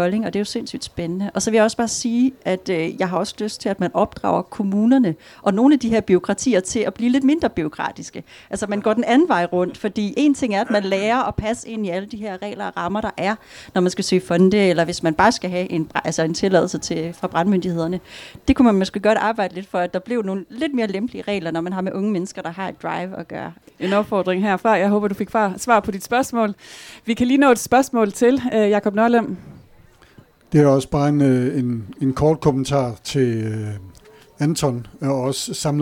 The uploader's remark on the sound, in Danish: Live fra Kulturmødet Mors 2023. Podcasten er krydret med livestemningen fra teltet og spørgsmål fra tilhørere.